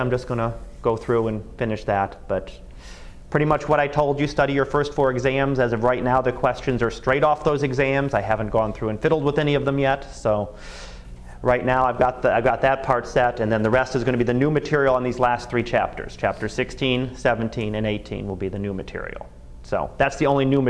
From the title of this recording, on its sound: Live Class Lecture